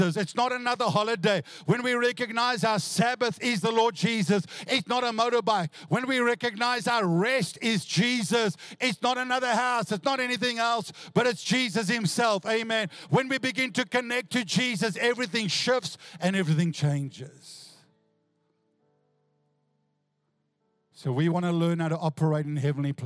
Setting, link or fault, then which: setting, large echoing room